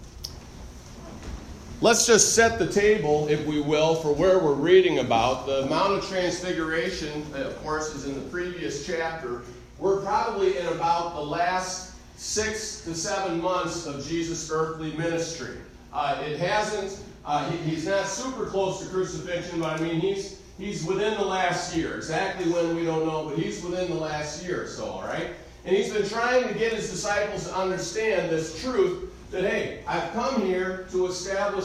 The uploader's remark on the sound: Recorded live am message